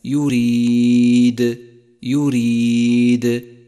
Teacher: يريد، فإنه يرمز في مصحف التجويد إلى صفة القلقلة، وهي في هذا الموضع قلقلة كبرى لأنها وقعت في آخر الكلمة